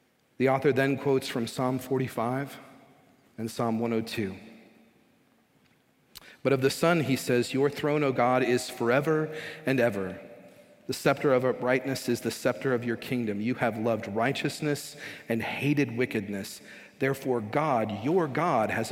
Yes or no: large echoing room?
yes